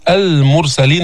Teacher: فإذا المرسلين هذه اللام تظهر وجوبا لأنها لام قمرية